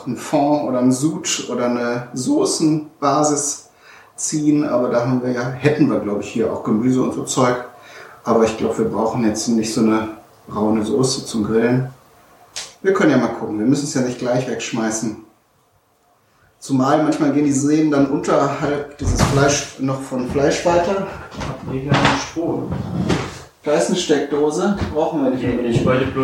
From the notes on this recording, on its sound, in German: mit Aufzeichnungen der Aktionen, die ich auf dem diesjährigen Podstock-Festival gemacht habe